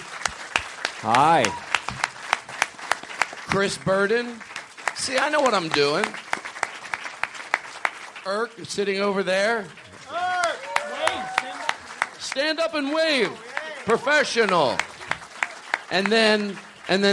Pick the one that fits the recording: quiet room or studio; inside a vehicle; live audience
live audience